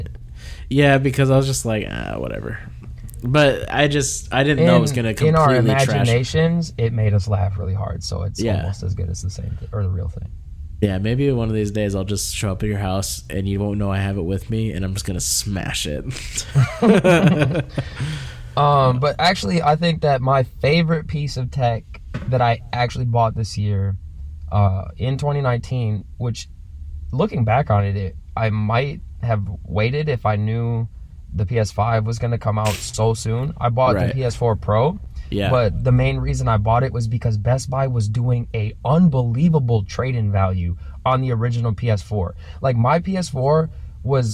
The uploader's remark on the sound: records from his car while out of town